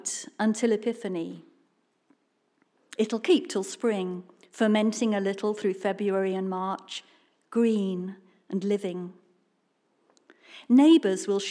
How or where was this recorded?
live audience